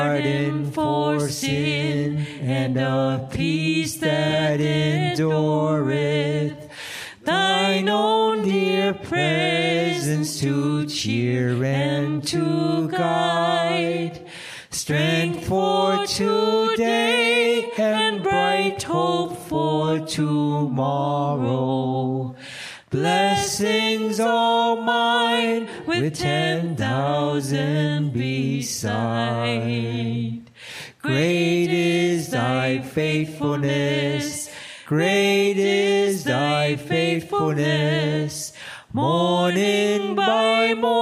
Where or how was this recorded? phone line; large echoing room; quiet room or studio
large echoing room